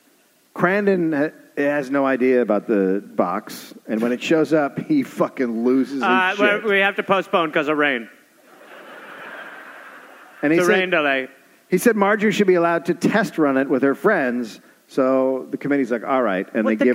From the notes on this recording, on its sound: Recorded live at the Wilbur Theater in Boston